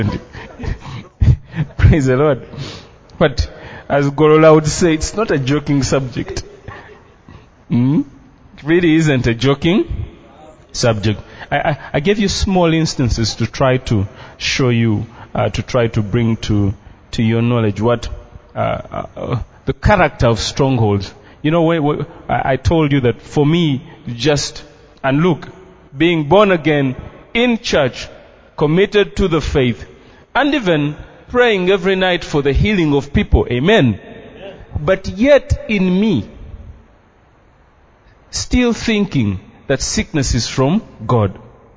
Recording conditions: large echoing room